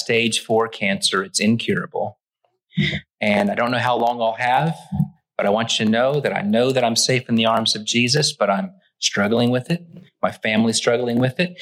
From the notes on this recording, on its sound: Originally preached at the West Side Church of Christ (Searcy, AR) on April 30, 2023.